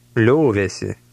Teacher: paying attention to the soft L at the beginning of the word